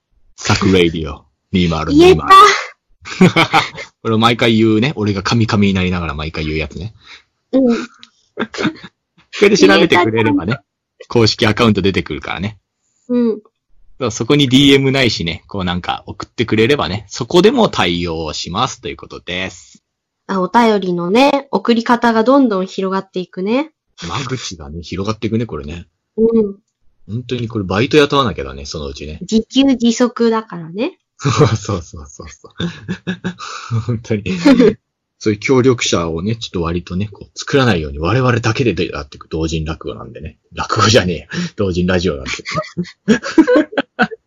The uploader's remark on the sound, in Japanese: Skype録音にて収録